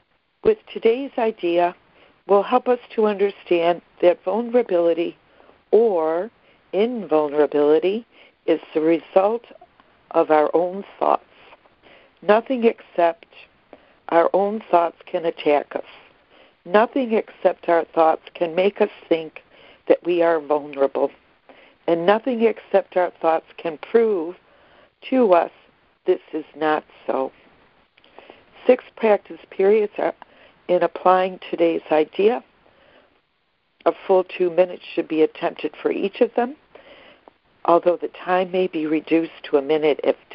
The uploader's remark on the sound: ACIM Daily Conference Call.